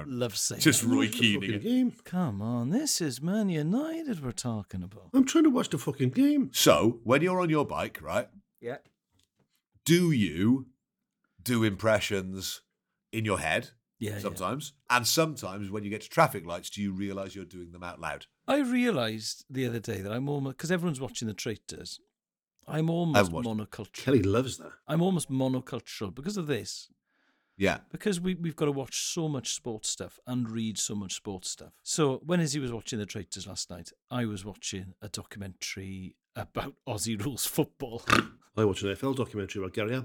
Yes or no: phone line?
no